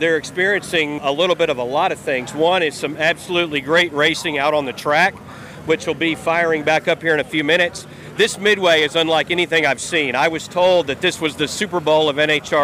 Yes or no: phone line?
no